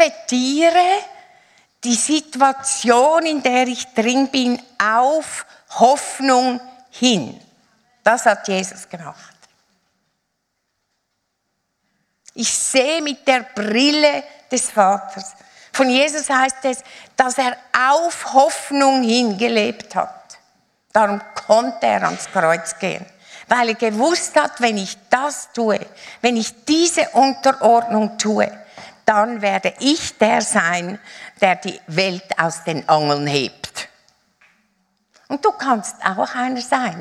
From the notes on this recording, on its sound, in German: Live aus Winterthur der Dienstagsgottesdienst